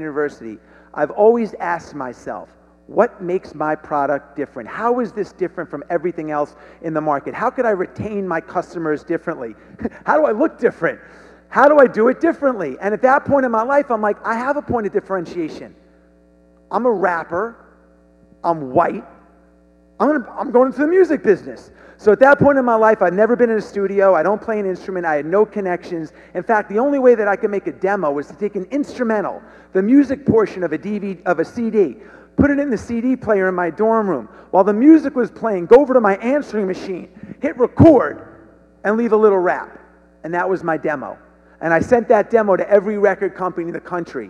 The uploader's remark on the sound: The Stronger Business Summit 2020 was taken to the next level. Stepped onto the stage as the keynote speaker.